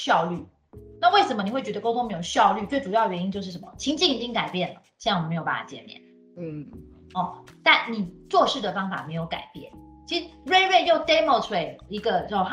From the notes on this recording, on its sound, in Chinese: 本集節目全程使用 Microsoft Teams 遠距錄音